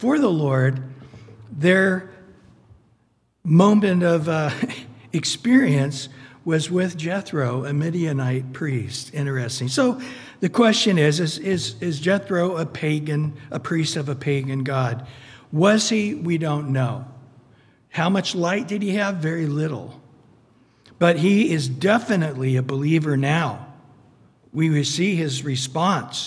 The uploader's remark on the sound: Recorded at Calvary Chapel of Los Alamitos on Aug 30 2023 on Wednesday evening sermon. Recorded at Calvary Chapel of Los Alamitos on Aug 30 2023 on Wednesday evening sermon.